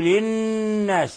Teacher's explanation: كذلك هنا للناس النون مشددة، حكمها أنها حرف غنة مشدد فتعطى غنة مقدارها حركتين، يعني نضغط على النون ونخرج غنة من الخيشوم